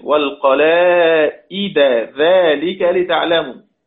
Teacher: تدغم الدال في حرف الذال